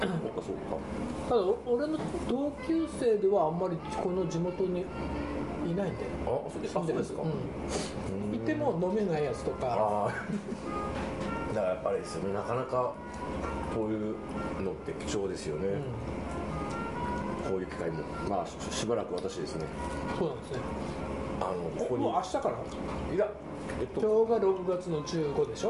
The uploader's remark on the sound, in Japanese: ご近所の居酒屋「癒」でのゲリラ収録です